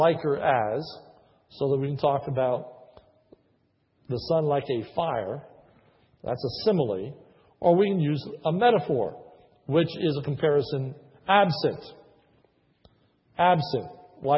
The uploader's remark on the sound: This is a sermon recorded at the Lebanon Bible Fellowship Church, in Lebanon, PA. During the morning service. Was preached on a Communion Sunday.